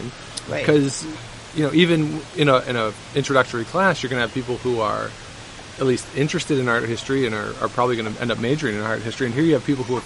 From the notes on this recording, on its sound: Recording while we waited for our flight to Toronto at the end of the program